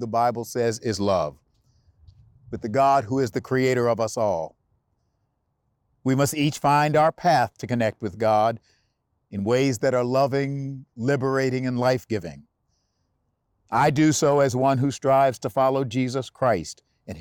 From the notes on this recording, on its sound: recorded message from the Lincoln Memorial